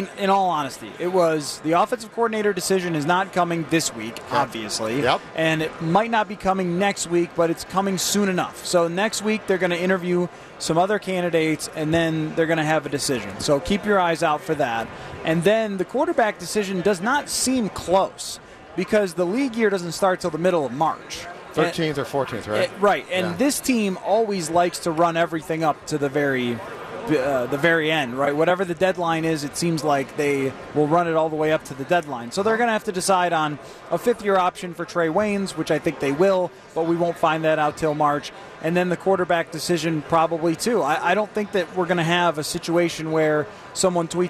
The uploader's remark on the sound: are live from Radio Row all week